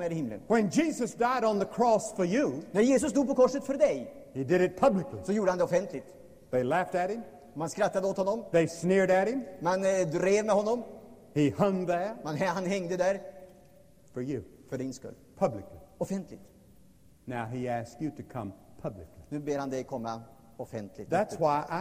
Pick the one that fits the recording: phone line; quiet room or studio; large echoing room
large echoing room